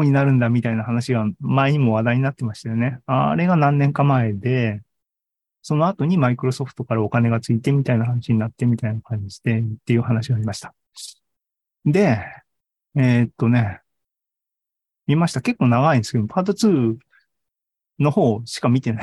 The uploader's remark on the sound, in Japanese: シーズン３７は２０２３年１月２５日に開催した ZOOMライブの模様です